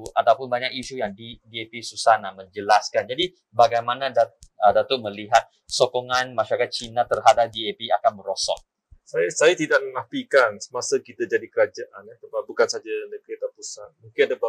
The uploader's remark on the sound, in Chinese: 本集访谈为现场录音，收音效果不佳，收听时造成任何不适，敬请原谅。